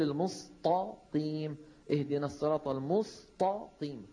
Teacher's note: جعل القاف تؤثر في التاء فتحولها إلى طاء، ثم هذه الطاء الجديدة تؤثر في السين التي قبلها فتحولها إلى صاد